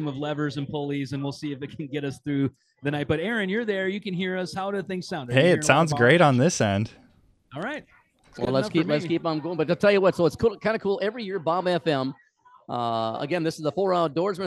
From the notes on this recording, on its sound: does the show live from a Ballard's on Lake of the Woods